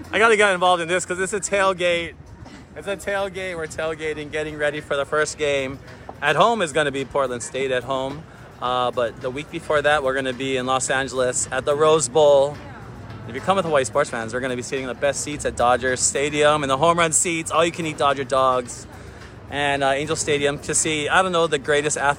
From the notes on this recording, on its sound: Live from Waikiki!